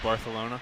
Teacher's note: In Spain, they pronounce those as a TH. Really? Yeah. The C's are pronounced with a TH.